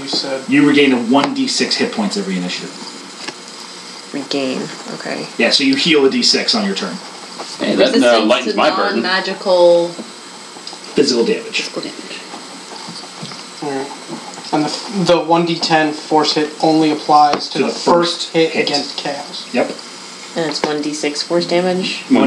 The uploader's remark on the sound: The audio is good quality as we are in person but there is a white noise that i could not remove.